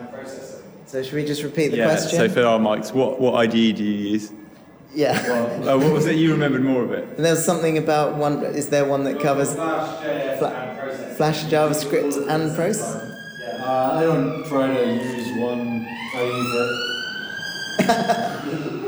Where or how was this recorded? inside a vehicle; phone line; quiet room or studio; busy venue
busy venue